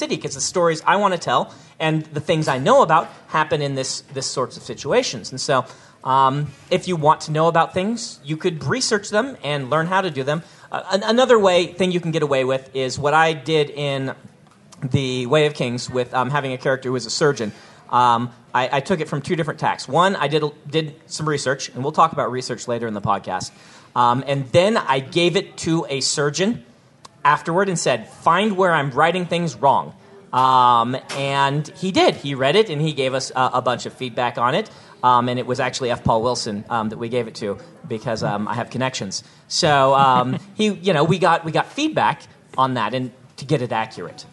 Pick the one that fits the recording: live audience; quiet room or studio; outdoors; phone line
live audience